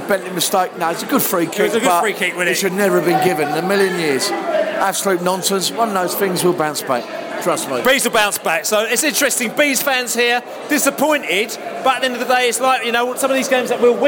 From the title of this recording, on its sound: post-match poscast from the pub